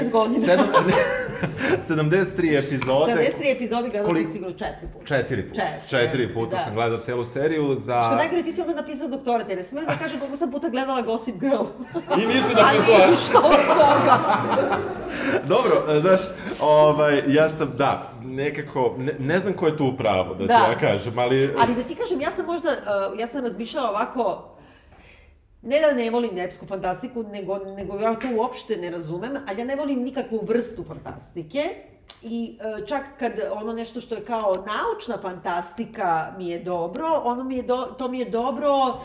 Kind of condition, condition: setting, live audience